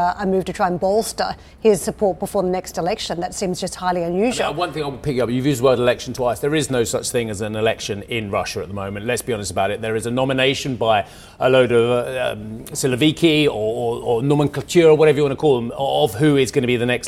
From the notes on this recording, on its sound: We are live at the first ‘summer’ Davos in Tianjin since the Covid pandemic.